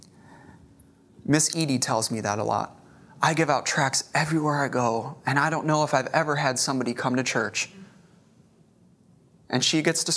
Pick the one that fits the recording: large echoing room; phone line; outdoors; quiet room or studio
large echoing room